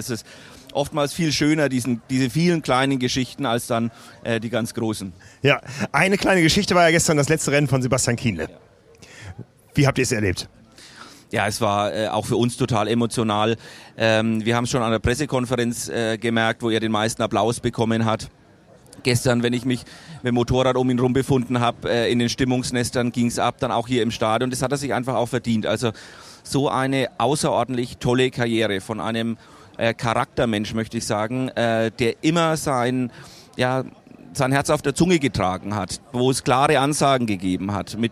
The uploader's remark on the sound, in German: live aus der Anmeldeschlange